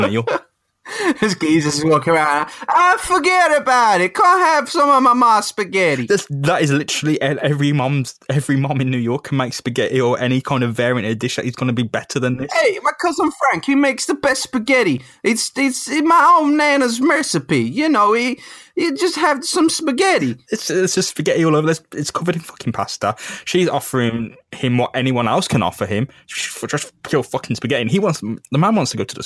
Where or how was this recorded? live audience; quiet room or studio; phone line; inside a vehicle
quiet room or studio